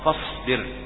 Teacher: الصاد إن لم تهمس عندما تأتي خلفها الباء فإنها تنحرف إلى زي، فاصبر هكذا ينطقها البعض، فاصبر، فلا بد أن تهمس الصاد، فاصبر.